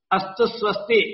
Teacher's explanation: Astu swasti, suppose you have astu swasti is the beginning of a sloka. A is Guru now because next letter stu has got a conjunct consonant, sa and ta together.